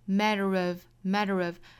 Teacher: Easy.再跟前面连读 really easy to do, really easy to do,后面 but is a, but is a, but 若读成 but,再跟后面连读会有一个小弹舌音带出来， but is a matter of, matter of, matter of, matter 这个词因为里面的这个字母 t 美音发音是 flap t 的发音，所以它会有一个弹舌音的，类似于一个辅音的，所以听起来很像是一个 mad 的的，但是我们要注意它其实是要比的更轻更快更弹的 mattermatter，我们用舌尖在硬腭的部分一弹而过，我们读出 matter， but it's a matterof， but it's a matterof， matterof， matterof，再跟后面连读 a matter of how much time you have to put intoachieving。